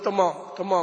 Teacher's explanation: فمثلا الأتراك يقولون تمام تمام، نقول تمام يقولون تمام تمام، هكذا بالتفخيم